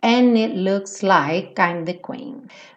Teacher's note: E no it, o T também não está sendo pronunciado